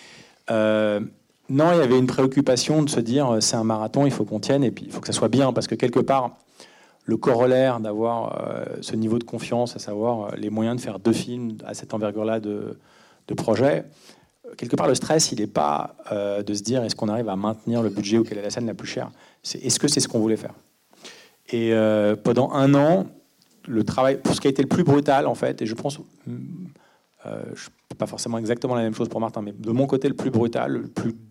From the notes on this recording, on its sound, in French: Pour la troisième édition de CST Première, le rendez-vous des cinéphiles de la CST en partenariat avec le Publiciscinémas - Paris.